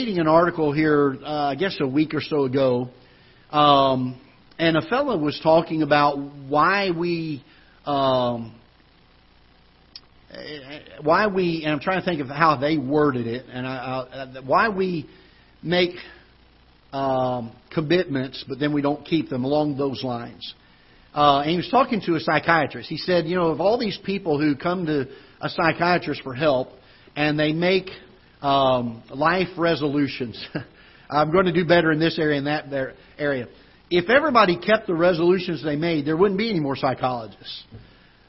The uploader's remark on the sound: Ketha Heights Baptist Church ~ Live Broadcast